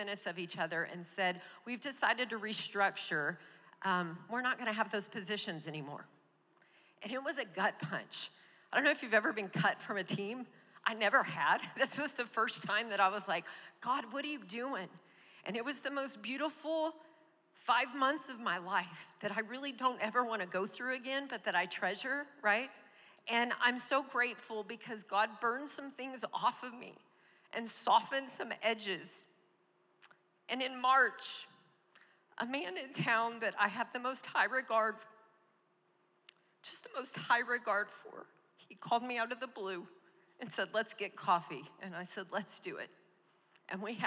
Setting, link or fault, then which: setting, live audience